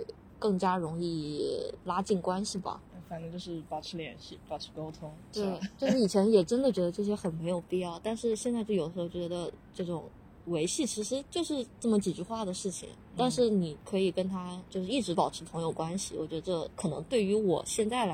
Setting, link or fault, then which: setting, outdoors